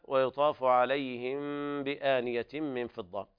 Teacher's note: وهنا إخفاء شفهي لوقوع الباء بعد الميم الساكنة